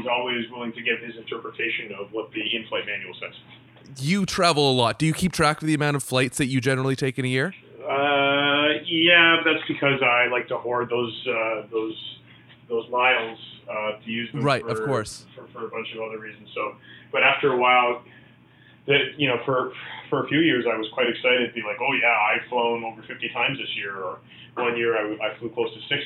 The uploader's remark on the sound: On The Phone